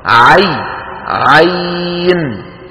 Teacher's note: أما المجموعة الرابعة ففيها حرف واحد لا غير، وهو حرف عين، ينطق على 3 أحرف أوسطها حرف لين. شو يعني حرف لين؟ يعني ياء ساكنة مفتوح ما قبلها، عي، عين، ويمد بمقدار 4 أو 6 حركات لحفص من طريق الشاطبية.